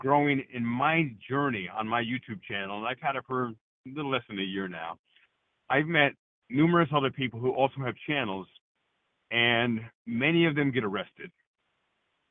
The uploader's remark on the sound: LIVE Call-In Show